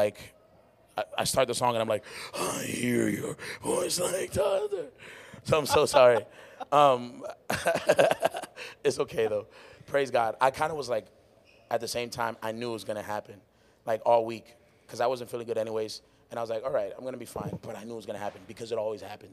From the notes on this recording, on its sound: This was our very first live podcast recording right after the live MUSIC recording we had that night!